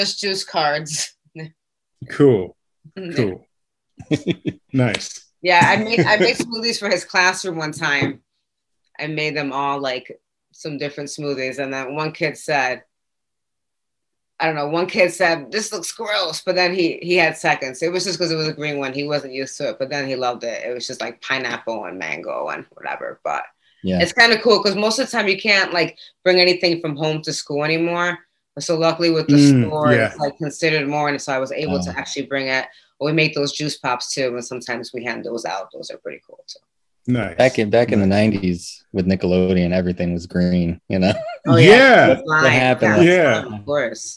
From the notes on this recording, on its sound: Recored Live on Zoom